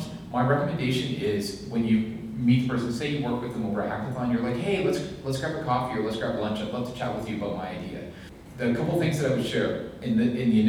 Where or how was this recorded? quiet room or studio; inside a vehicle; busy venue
busy venue